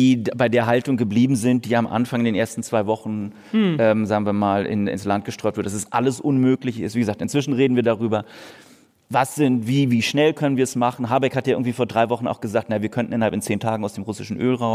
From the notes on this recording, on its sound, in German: In einer Livefolge des Wirtschaftspodcasts "Ist das eine Blase?", aufgenommen auf dem Podcastfestival von ZEIT ONLINE.